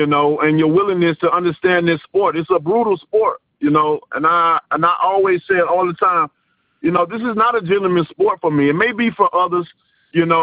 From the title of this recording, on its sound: Media Conference Call